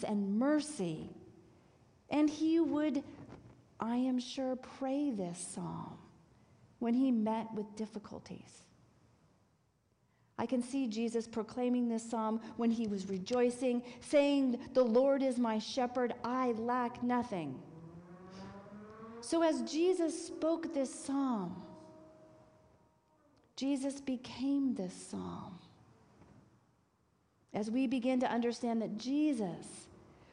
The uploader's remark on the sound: This week's service, recorded live on October 15, 2023. If you want to join us in person, we are located at 12550 Van Nuys Blvd.